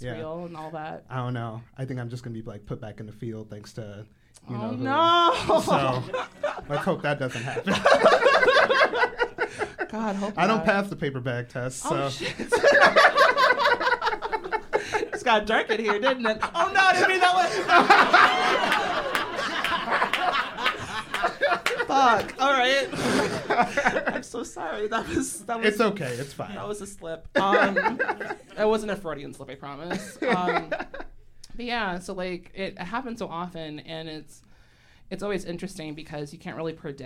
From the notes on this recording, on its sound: Live in Chicago at Steppenwolf Theater. During a live show at Steppenwolf Theater Chicago for the “Sounds Like Chicago” Podcast Festival.